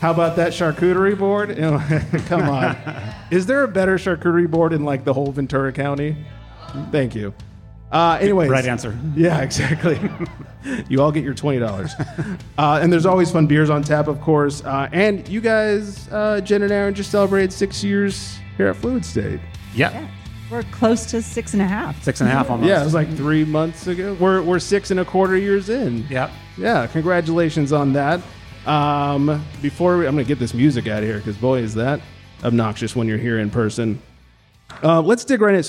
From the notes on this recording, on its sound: We are live from Fluid State Beer Garden in Ventura, CA! In front of a live audience.